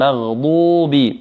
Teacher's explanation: يخرج حرف الضاد من حافة اللسان